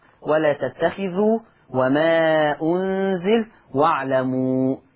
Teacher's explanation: دي ثلاثة مدود منفصلة في هذه الآية، مقدارها الإشباع قولا واحدا · Term: المد المنفصل